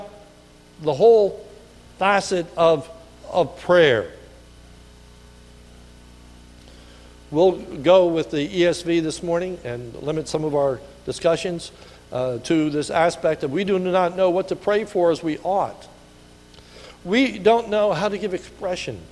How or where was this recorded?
large echoing room